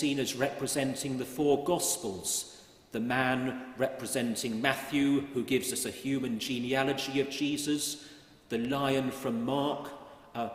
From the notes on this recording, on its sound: at Great St Mary's, the University Church, Cambridge